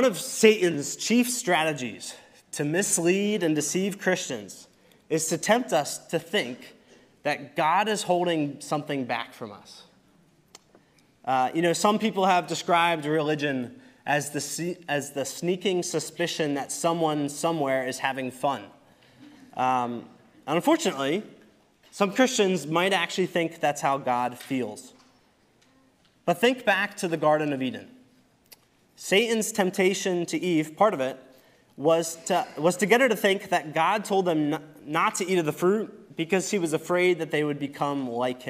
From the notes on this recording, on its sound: Recorded service from November 26, 2023.